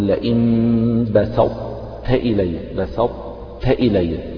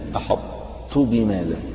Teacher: تنطق بطاء يعني مفخمة لكن غير مقلقلة، ثم بعد ذلك تنطق بالتاء المرققة، فتقول لئن بسطت إلي، بسطت إلي، تطبق اللسان في أعلى · Term: الإطباق